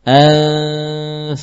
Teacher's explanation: Karena huruf fa adalah huruf bibir, maka sesuai dengan kaidah, nun yang samar, ya, dibaca dengan membunyikan gunnah sambil menyiapkan pengucapan huruf setelahnya. Maka cara mengucapkan nun sukun bertemu fa, dekatkan bibir bawah dengan gigi seri dan munculkan gunnah yang sempurna · Term: ikhfa